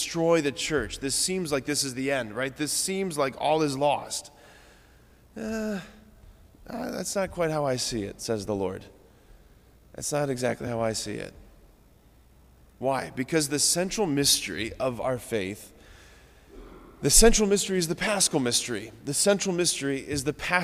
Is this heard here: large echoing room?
yes